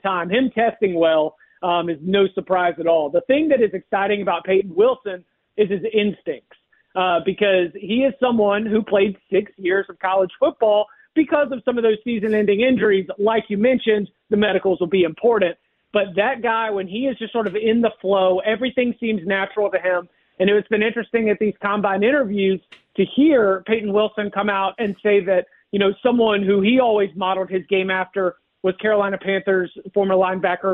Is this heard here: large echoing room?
no